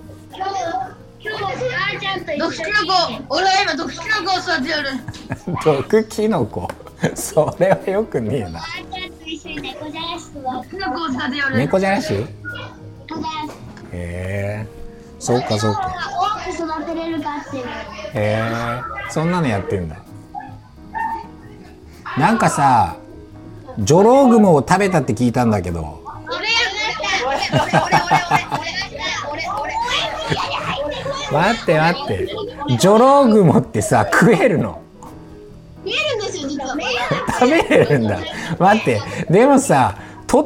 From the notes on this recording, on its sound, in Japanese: 今回は福岡にあるフリースクール「山ねこ」さんとオンラインでつないで、子どもたちがワイワイしている現場から実況中継的な形で収録を行った回になります。活動音や子どもたちの声も一緒に収録されているため少し聞きづらいところもあるかと思いますが。